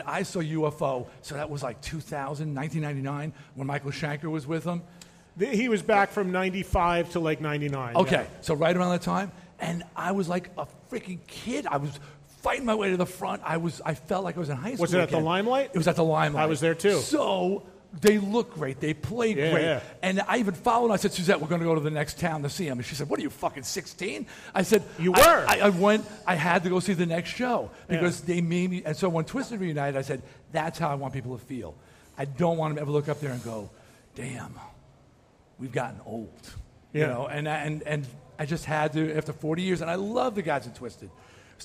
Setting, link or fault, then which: setting, live audience